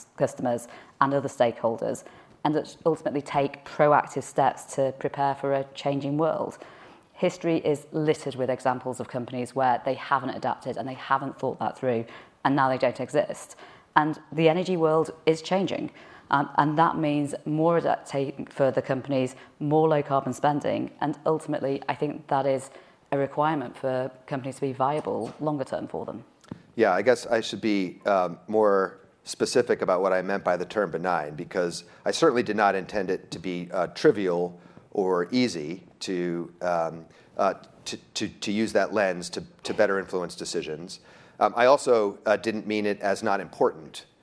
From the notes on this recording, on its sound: Live from ESG Conference in NYC. At Barclays’ inaugural ESG Conference in New York City.